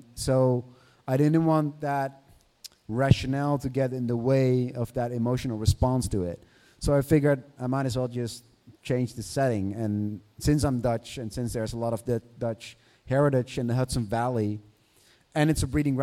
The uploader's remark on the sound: This week's edition of The Dark Word features an in-person interview before a live audience at The Last Bookstore in Los Angeles.